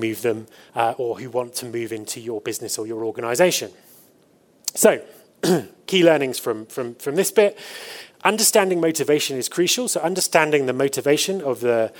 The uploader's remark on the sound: The conference organizers, The Eventful Group , made an audio recording of the presentation. Last year I was fortunate enough to deliver the opening keynote at HR Tech Fest in Johannesburg. The conference organizers, The Eventful Group , made an audio recording of the presentation.